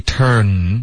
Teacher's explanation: 结尾你的舌尖得顶上颚后面